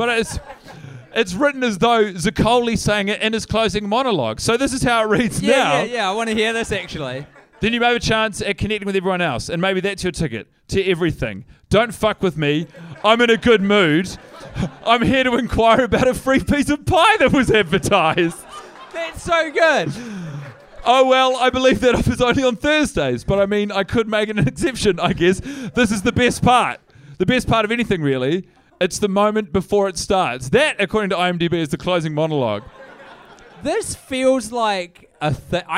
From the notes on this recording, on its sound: Live in SYDNEY, AUSTRALIA! In front of a sold out crowd.